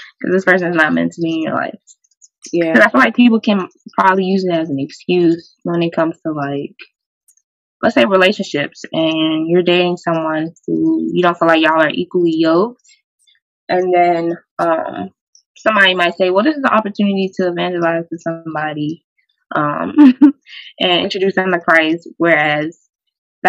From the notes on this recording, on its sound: This audio was recorded via ZOOM so bear with us please